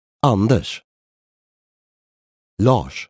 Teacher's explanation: The RS blends into one sound in English.